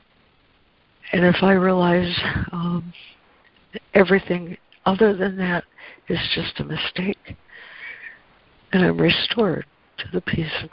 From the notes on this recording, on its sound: ACIM Daily Conference Call.